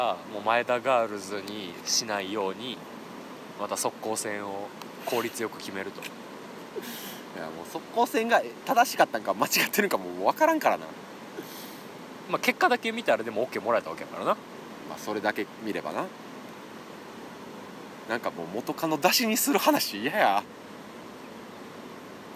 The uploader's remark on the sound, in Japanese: 夜中の鴨川収録